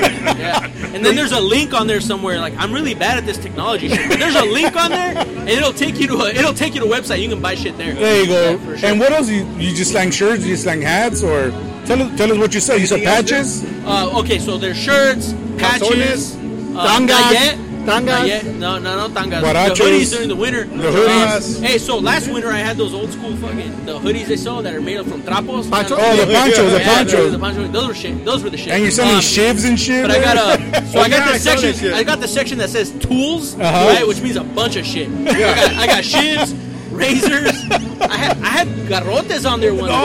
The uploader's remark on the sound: The ArmBar Podcast spent Memorial Day paying tribute to the memory of those who've paid the ultimate sacrifice and in support of veteran entrepreneurs at "Bastards 6th Annual Memorial Day Street Festival".